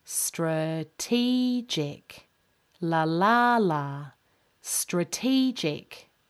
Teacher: Strategic. The stress in this word is on the middle syllable. Strategic. La la la.